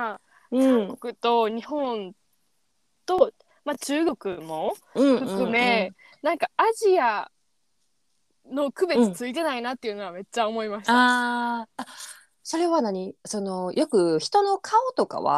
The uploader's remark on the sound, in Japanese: ネットワークの関係で音声が途切れてしまってると思います